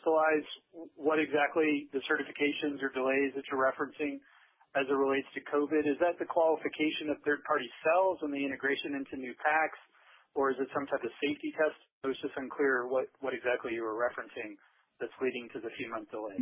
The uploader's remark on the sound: Q3 2020 Results Conference Call